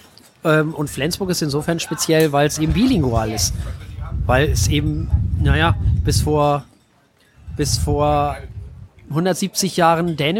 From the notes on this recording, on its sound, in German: Nach dem Dreh unterhielten wir uns bei einem Kaffee noch ein wenig und hielten es als Podcast-Episode fest. Aufgenommen wurde diese Episode auf einem Steg eines Cafés, direkt an der wunderschönen Alster. Daher kann es durchaus während dieser Aufnahme zu Windgeräuschen und auch Störgeräuschen kommen.